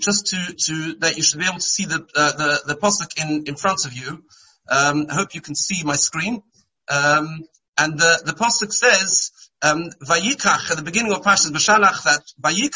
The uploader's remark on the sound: Shiur given on Monday Chol Hamoed over Zoom.